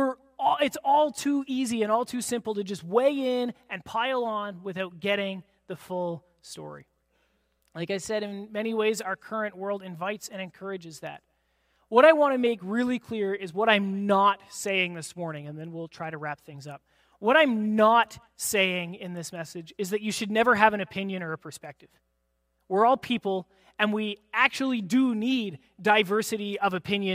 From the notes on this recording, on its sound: This is audio taken from the April 16, 2023 Sunday sermon at FBC Charlottetown PEI Canada.